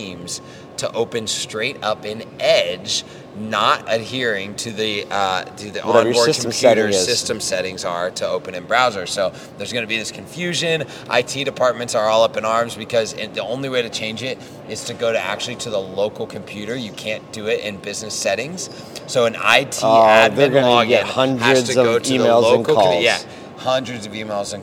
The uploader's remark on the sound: LIVE from Digital Dealer